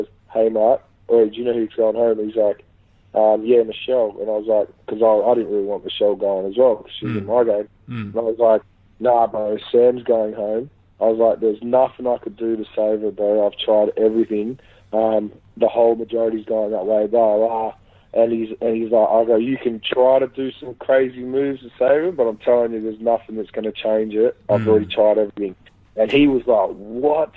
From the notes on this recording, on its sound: over an hour on the phone